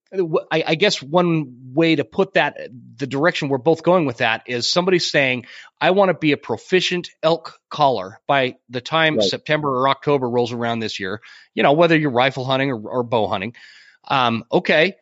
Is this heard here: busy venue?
no